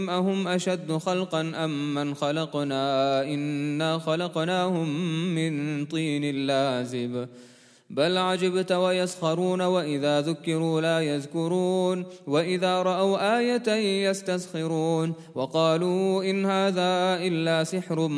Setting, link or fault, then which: setting, large echoing room